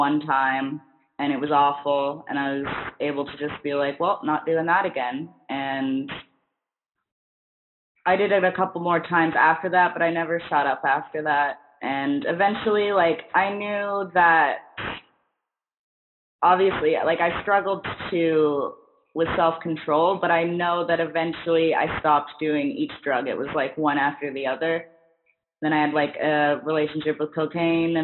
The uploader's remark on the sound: Pardon the audio, this was recorded BEFORE we got our new mic setups